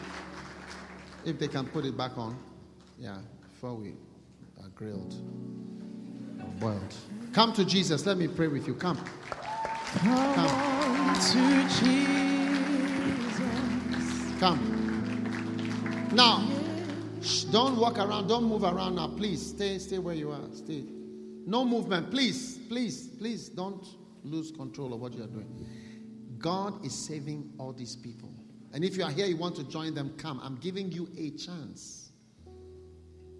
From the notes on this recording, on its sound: Preached at a BENMP service in Birmingham UK